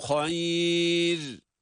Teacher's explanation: Çünkü burada ra'nın her ne kadar da ötre tenvin harekesi varsa da kural olarak, kaide olarak kendisinden önce cezimli bir ya ve ya'dan da önce üstün hareke bulunduğu için burada ra ince okunmakta.